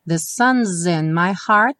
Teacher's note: sun's in, o S ganhou um som de Z